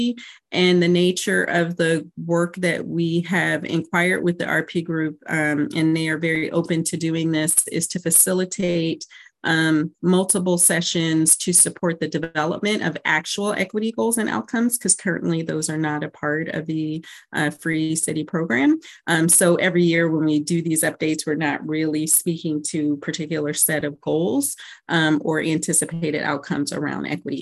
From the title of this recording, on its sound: originally on Zoom